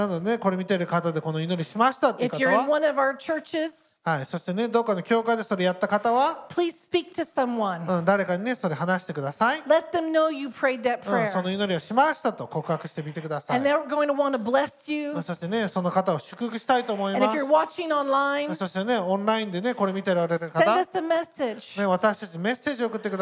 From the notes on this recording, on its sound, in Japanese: 日曜礼拝 収録分です